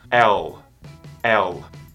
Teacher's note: Nesse L, a sua língua vai subir e encostar a parte de dentro dos seus dentes de cima.